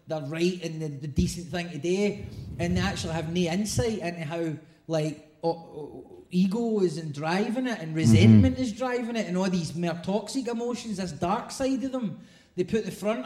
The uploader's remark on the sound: Live at St Luke’s